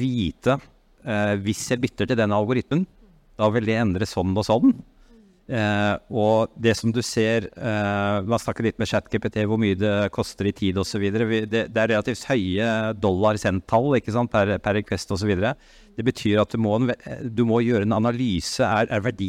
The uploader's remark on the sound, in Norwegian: LIVE fra Arendalsuka 2023.